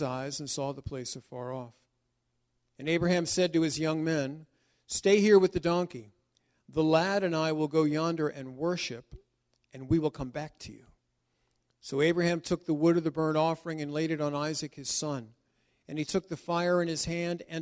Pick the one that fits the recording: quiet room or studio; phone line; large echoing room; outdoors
large echoing room